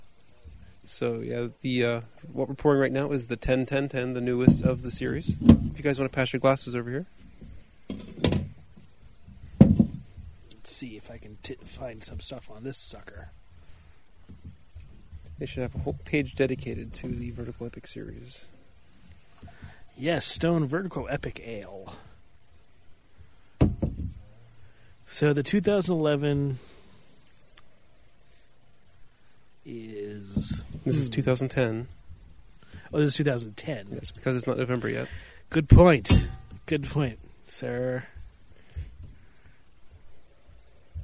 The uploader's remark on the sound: We're recording on the mobile rig outside, we have guests to share the beer.